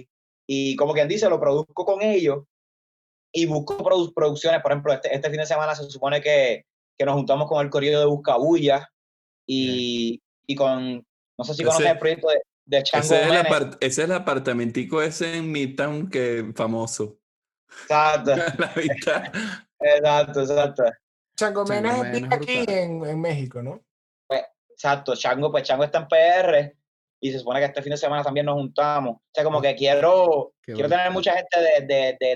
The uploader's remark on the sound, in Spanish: Nos conectamos vía Zoom.